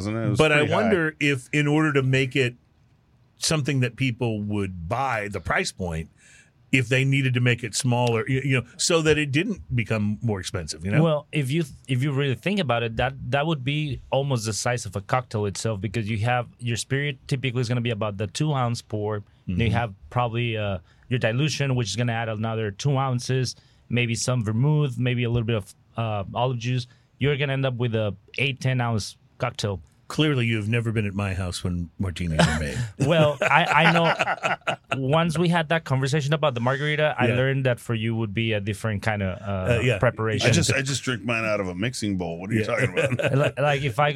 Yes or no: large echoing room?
no